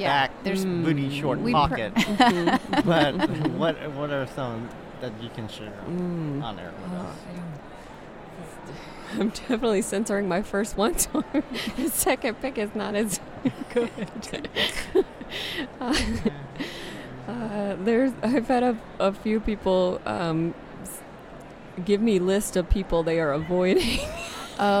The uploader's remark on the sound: from the floor of AWP (Association of Writing and Writing Program)’s Conference and Bookfair